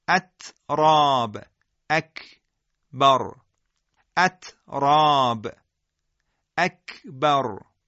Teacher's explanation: رعایت سکون دو حرف تا و کاف که محموسه شدید هم هستن و نیازی هم به قلقله ندارن دقت ویژه‌ای داره